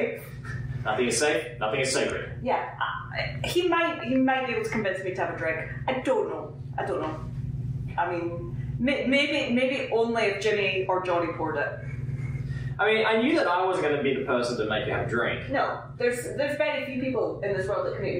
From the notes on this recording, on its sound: Here's an impromptu episode that we recorded live at the Great Night Studio! It was recorded on an iPhone so that's why it sounds crappy.